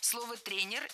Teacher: Тренеров – это неверно. Слово «тренер» имеет неподвижное ударение на основе, поэтому сохраняем это ударение на первом слоге